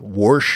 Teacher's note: the intrusive R you hear in pronunciations like Warsh and Washington